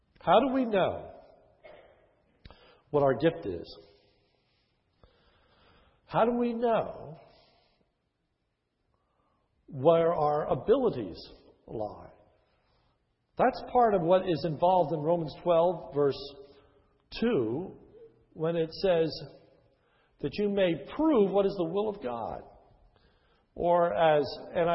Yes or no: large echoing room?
yes